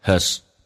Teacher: has 不被强调，它有个弱化现象，速度加快一点，那个 a 可以弱化成 a，后面的 z 继续这个近似于发 s 这个发音，只要不是连音都可以近似于发短促的 s，叫 has。